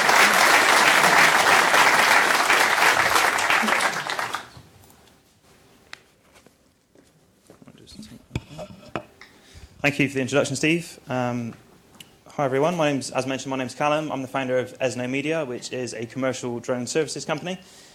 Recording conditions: large echoing room